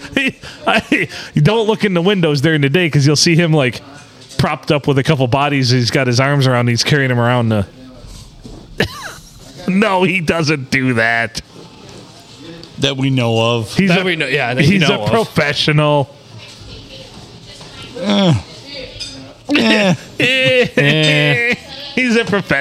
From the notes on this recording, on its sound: Recorded at the Blue Water Sports Bar and Grill. Things get wonky on dollar beer night.